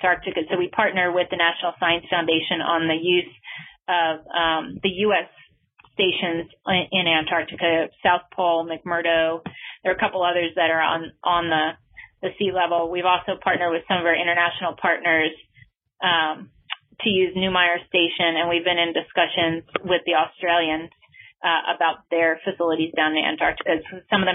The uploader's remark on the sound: This talk was featured on the August 14 Future In-Space Operations weekly teleconference.